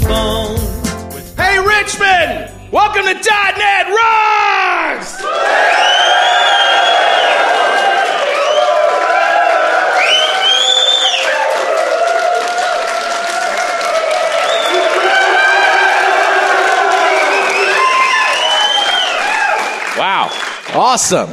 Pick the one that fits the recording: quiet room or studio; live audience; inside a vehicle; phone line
live audience